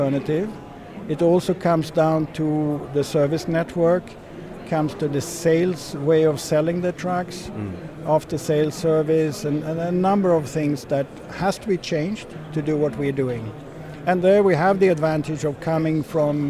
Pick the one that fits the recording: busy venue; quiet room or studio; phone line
busy venue